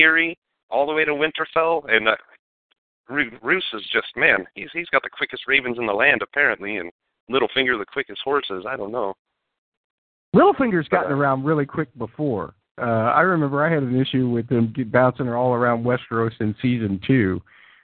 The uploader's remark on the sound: Fan Call In Show